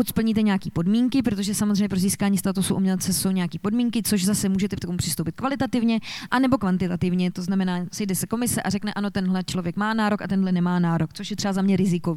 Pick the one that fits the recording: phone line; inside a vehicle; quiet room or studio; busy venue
busy venue